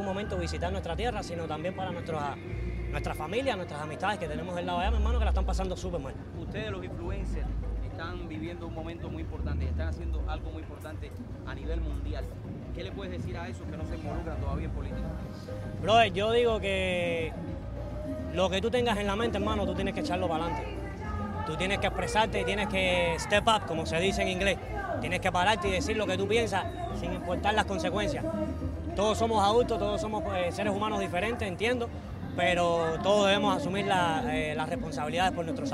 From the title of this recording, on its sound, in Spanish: Entrevistas en el Free Cuba Fest 2020